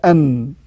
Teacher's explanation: وحرف النون من طرف اللسان مع ما يحذيه من اللثة العليا